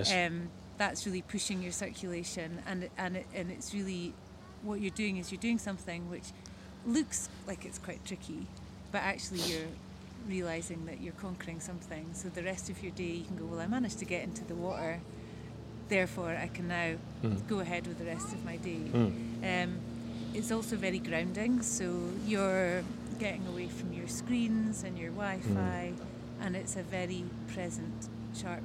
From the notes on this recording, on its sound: We had this chat on the shores of Lake Windemere after we had a ‘swim’ in the cold water of the lake. The sound is affected by the surroundings, whether it be other people around or the water lapping on the shores behind us.